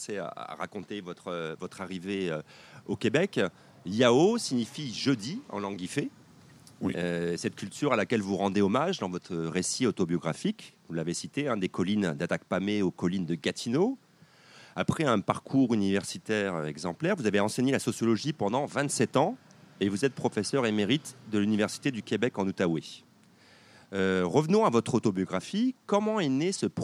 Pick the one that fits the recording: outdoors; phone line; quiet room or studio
outdoors